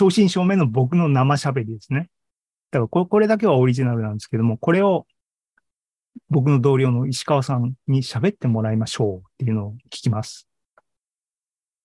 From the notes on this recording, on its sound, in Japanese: ZOOMライブの模様です。